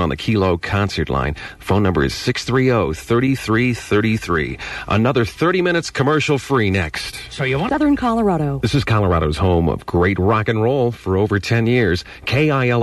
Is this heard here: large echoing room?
no